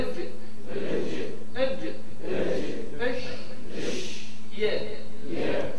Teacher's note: الجيم والشين والياء فقط من وسط اللسان اللي هو المخرج الثالث